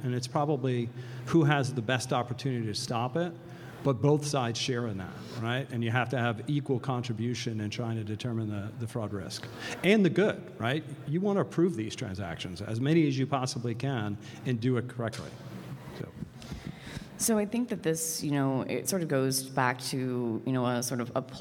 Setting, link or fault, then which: setting, busy venue